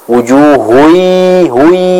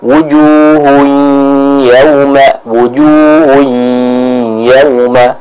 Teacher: Yang tepat dimasukkan ke dalam hidung. Jadi balance ya, antara suara yang ada di hidung dan suara yang ada di mulut itu seimbang. · Shown in: second take · Term: idgham bi ghunnah